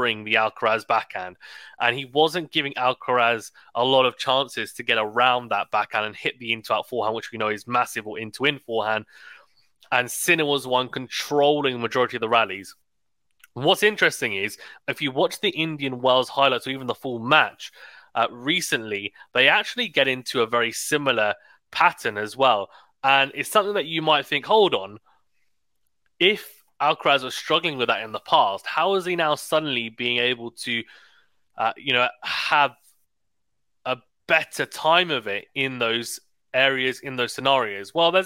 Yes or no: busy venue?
no